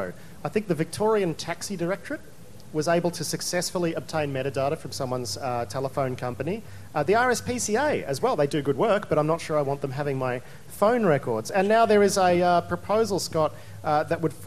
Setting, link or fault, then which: setting, busy venue